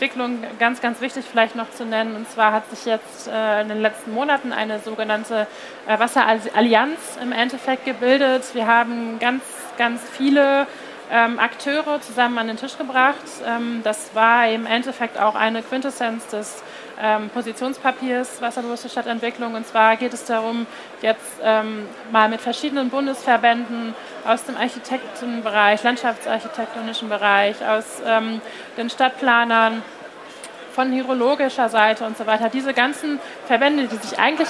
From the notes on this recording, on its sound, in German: Live-Podcast von der GaLaBau 2022. Podcastfolge war eine ganz besondere, denn diese wurde Live von unserem Messestand auf der GaLaBau 2022 aufgenommen.